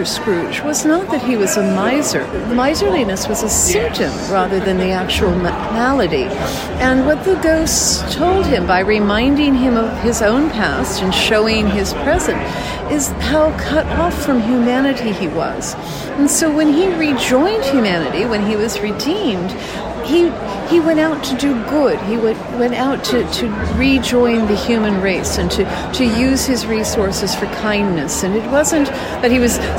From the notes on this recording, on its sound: 2022 Season Kickoff from the Great Dickens Christmas Fair. A return to a beloved Bay Area tradition.